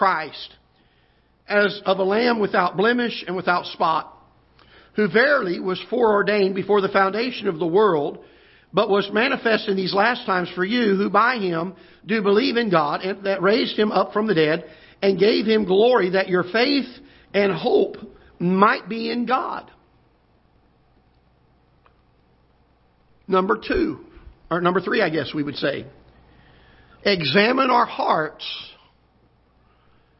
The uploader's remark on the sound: Ketha Heights Baptist Church ~ Live Broadcast